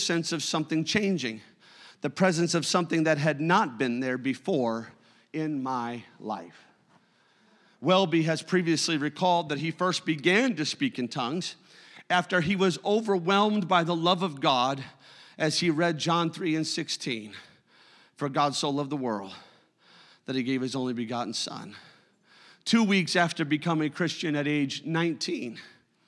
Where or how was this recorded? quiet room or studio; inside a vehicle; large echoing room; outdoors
large echoing room